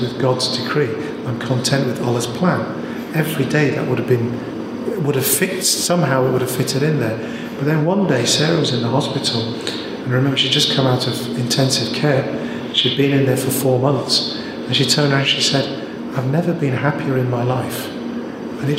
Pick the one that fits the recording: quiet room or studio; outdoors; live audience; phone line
live audience